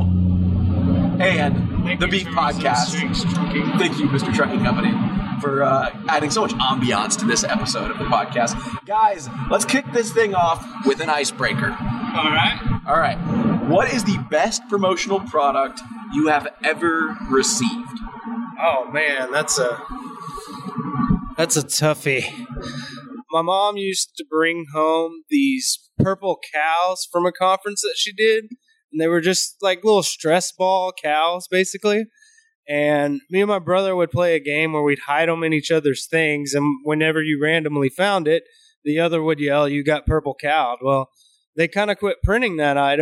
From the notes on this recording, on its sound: This episode was recorded in the car on the way back from this year’s ASI show.